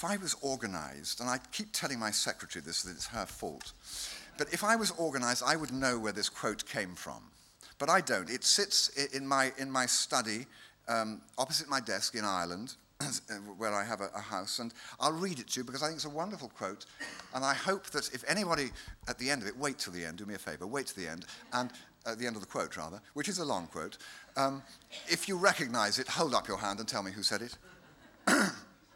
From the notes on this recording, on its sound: Recorded at the 2002 International Achievement Summit in Dublin, Ireland. Speaks to the Academy's student delegates about the relevance of the arts in the world today.